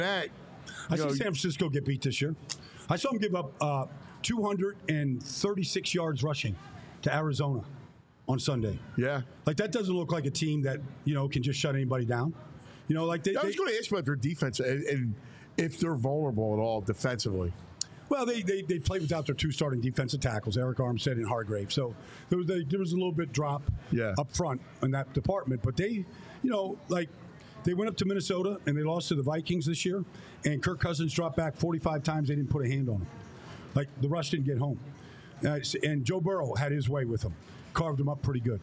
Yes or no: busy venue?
yes